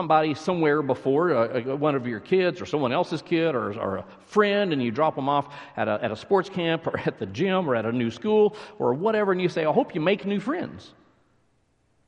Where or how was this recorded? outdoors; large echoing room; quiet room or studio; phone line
large echoing room